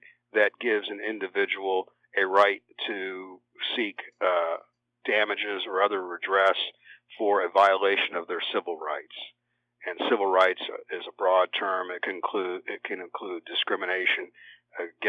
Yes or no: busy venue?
no